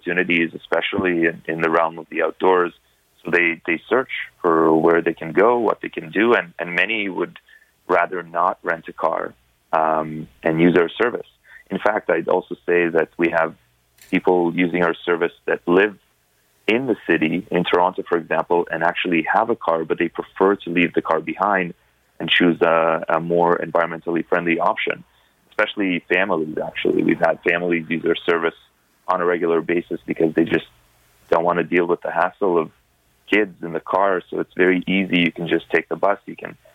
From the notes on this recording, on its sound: The best calls of the week!